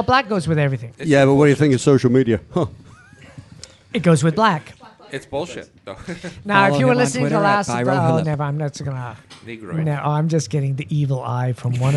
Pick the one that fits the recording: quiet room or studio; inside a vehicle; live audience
live audience